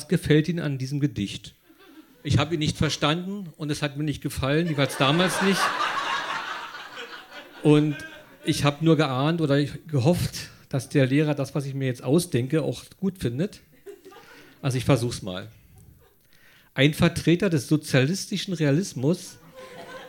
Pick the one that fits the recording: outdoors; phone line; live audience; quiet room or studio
live audience